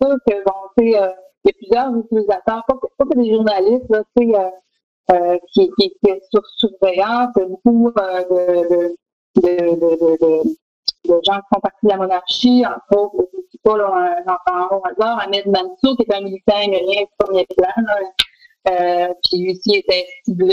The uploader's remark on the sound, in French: Locaux virtuels par Zoom. QuebecSec - Enregistrement de La French Connection. Locaux virtuels par Zoom.